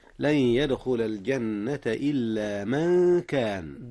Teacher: أخفيت نون من قبل الكاف من كان، والكاف من حروف الإخفاء